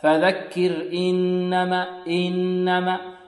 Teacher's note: طيب، والهمزة هذه مكسورة، فيحذر الطالب من إشباع الكسر حتى يتولد منها ياء